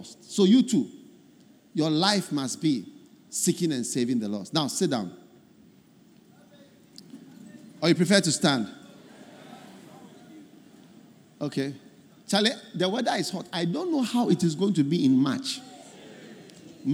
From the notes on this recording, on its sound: Preached At The First Love Centre, Accra